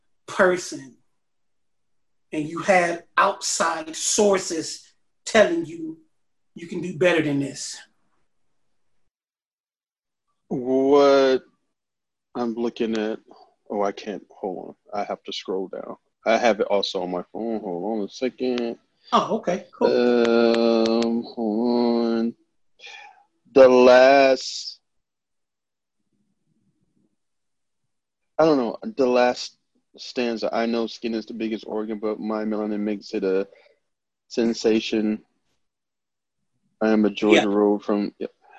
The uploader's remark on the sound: This episode was recorded via Zoom.